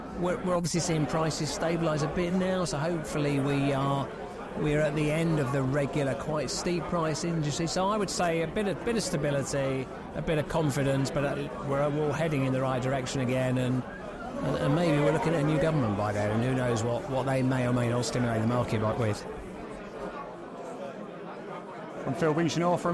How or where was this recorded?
busy venue